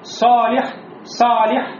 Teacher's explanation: получается после сод алиф, этот алиф будет широким